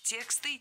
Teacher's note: Слово «текст» тоже имеет неподвижное ударение на основе, поэтому всегда ударяем первую «е».